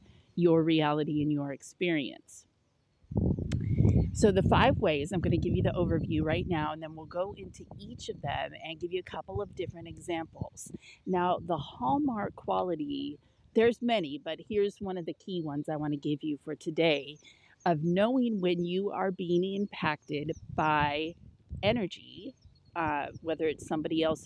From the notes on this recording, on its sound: raw and uncut solo podcast recorded outside on a stormy day